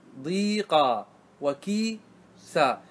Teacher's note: تقلب الضمة إلى كسرة حتى تسلم لنا الياء فلا تنقلب